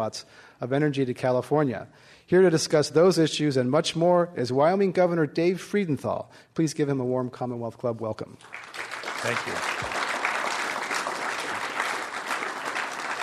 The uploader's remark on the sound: This program was recorded in front of a live audience at The Commonwealth Club in San Francisco on January 21, 2010